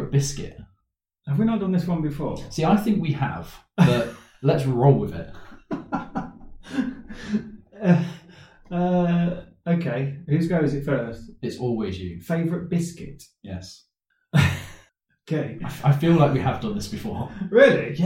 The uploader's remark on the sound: We don't know why this episode sounds like we recorded in a tunnel. Normal sound quality will return next time we hope.